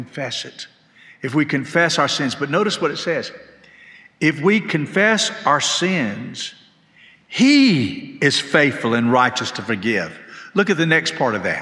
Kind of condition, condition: setting, large echoing room